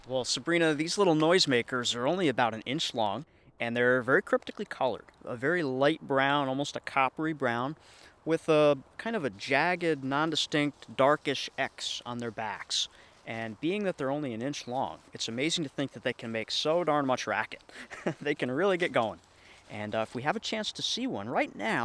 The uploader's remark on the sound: Spring Pond Walk